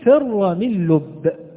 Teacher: نلاحظ أن الفاء تخرج كما قلنا من الثنايا العليا مع بطن الشفة، والراء من طرف اللسان من ظهره، والميم من الشفتين، والنون من طرف اللسان مع تداخل الخشوم، واللام من طرف اللسان، والباء من الشفتين معا، فر من لب، فر من لب. · Term: حروف الإذلاق